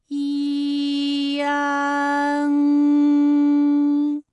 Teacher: 实际我们发安的时候呢，不用这样的慢啊，让你感受到啊到呢的一个变化，直接我们发出安就可以了。那最后这个声音呢，是从鼻腔里发出的。大家可以跟我练一组例词啊：参战、反感、烂漫。好，下面呢，我们来发一安的发音。发音的时候呢，从前高不圆唇元音一开始，舌位向前低元音啊的方向滑降，舌位只降到半低前元音 i 的位置就开始升高，发 i 后软腭下降，逐渐增强鼻音色彩，舌尖迅速移到上齿龈，最后抵住上齿龈，做出发鼻音呢的状态。大家可以跟我来感受一下啊，一安，哎，这三个音发完整，我们每一个状态呢都能知道它的音的流向，当然最后一定还是要归到鼻音呢才算是发完整。好，大家一起来跟我来发下面这组词：艰险、简便、连篇。好，我们继续再来发乌安。乌安的发音的时候呢，是从圆唇的后高元音乌开始，口型迅速的由合口变为开口状，舌位向前迅速滑降到不圆唇的前低元音啊的位置呢，就开